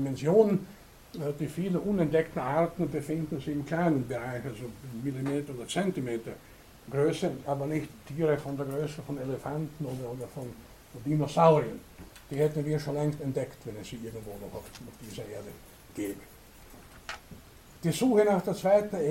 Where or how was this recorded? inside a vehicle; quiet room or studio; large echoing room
large echoing room